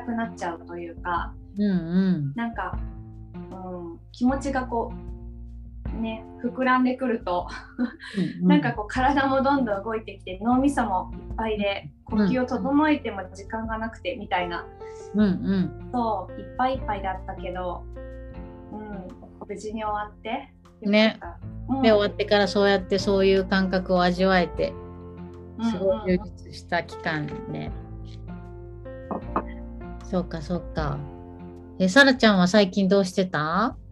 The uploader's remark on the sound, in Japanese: 3人でリモート収録でお届けします。